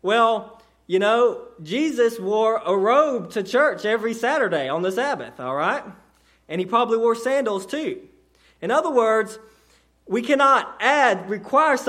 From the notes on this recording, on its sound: a sermon delivered to Cottondale Baptist Church in Eastman, GA on 2/11/18 during the 6:00pm service